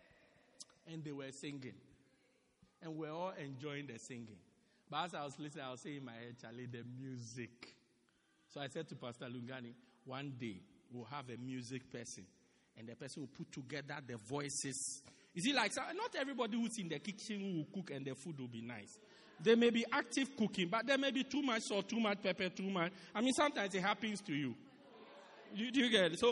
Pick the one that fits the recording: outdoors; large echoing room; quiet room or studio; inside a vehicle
large echoing room